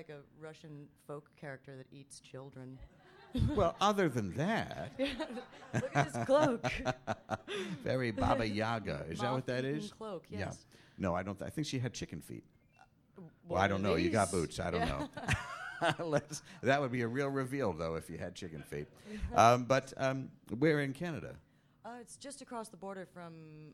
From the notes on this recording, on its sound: returns to New York City with a terrific live show